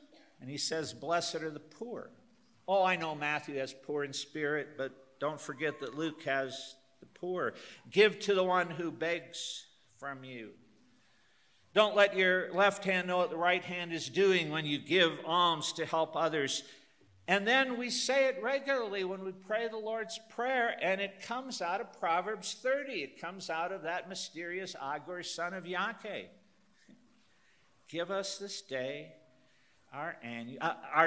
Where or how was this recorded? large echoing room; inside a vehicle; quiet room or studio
large echoing room